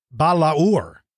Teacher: He said, I would pronounce it Balaur, like three syllables, Balaur, with the second A being emphasized